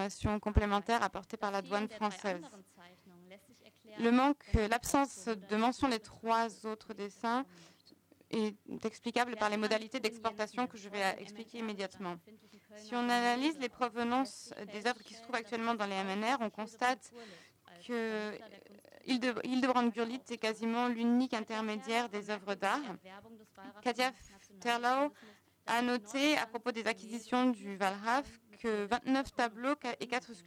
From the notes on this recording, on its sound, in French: Enregistrée le 3 juin 2016 dans le cadre du colloque « Patrimoines spoliés.